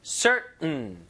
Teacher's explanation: 이게 이제 성문 폐쇄음이라 부르는데 T 발음이 완전히 죽어서 목구멍에서 응 이런 소리 나요.